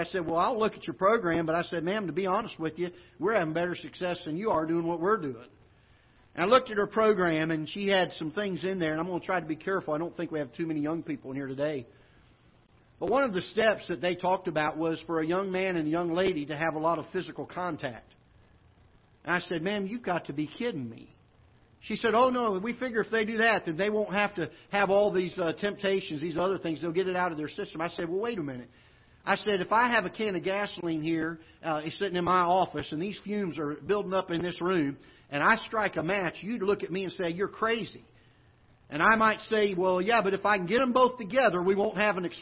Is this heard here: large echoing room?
yes